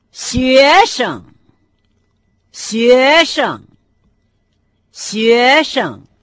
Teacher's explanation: Слово «студент» по-китайски будет «шуэшэн». Первый компонент со вторым тоном «шуэ», а второй тона не имеет, то есть произносится с легким тоном.